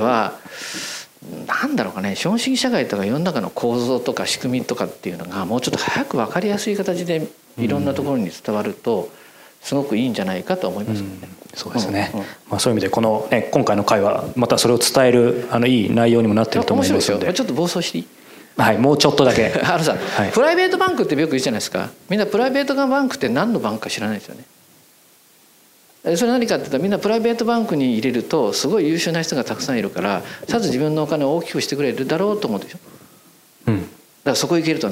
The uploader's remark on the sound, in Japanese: 公開収録。